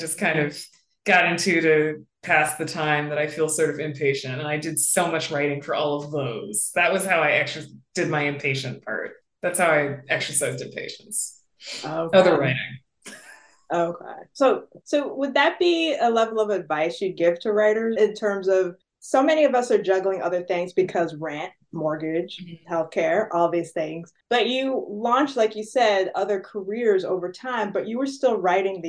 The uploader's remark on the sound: This interview was conducted online so there may be some audio variation